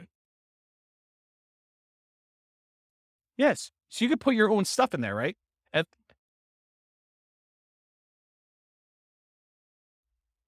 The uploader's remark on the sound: This was a live class recorded